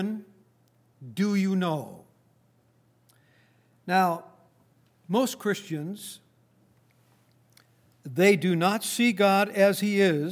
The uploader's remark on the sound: Recorded on February 3, 2019, at Grace Bible Fellowship in Front Royal, VA.